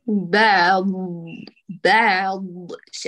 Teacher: هاتي توسط العين بداية، وراعي أن الضاد سيكون أطول زمنا